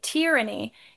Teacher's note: with tyranny, for some weird reason, we emphasize the first syllable